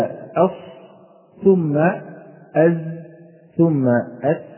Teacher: تلاحظ هبوط منحنى درجة الصفير رويدا رويدا. إذن أقوى الدرجات في الصاد ثم الزاي ثم السين.